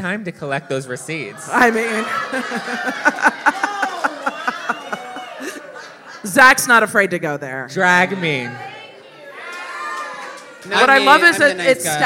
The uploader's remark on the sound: LIVE from Spilling Tea Nashville